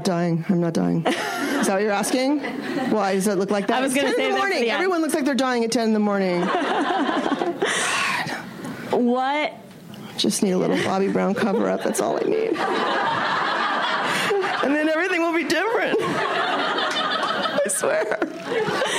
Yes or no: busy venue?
yes